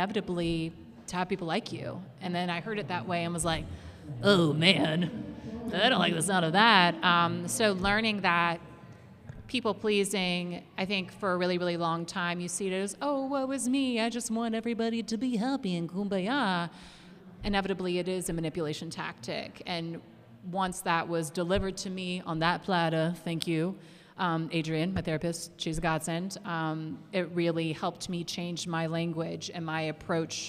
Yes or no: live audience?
yes